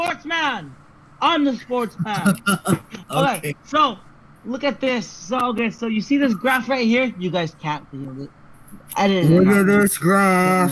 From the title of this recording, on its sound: Earrape Warning